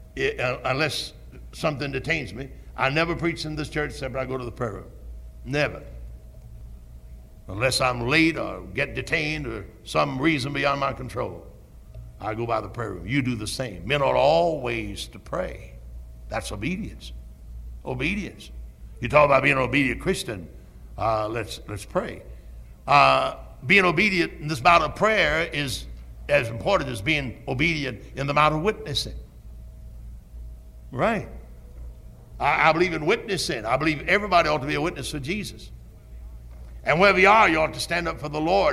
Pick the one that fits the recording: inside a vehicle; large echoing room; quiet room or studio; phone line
large echoing room